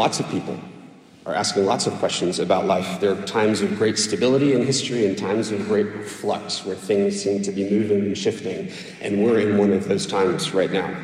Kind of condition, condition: setting, large echoing room